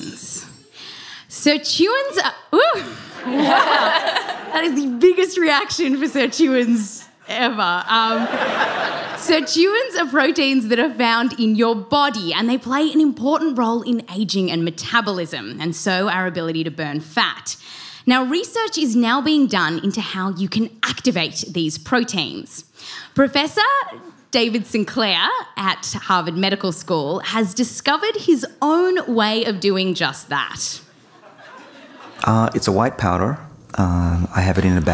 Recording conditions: live audience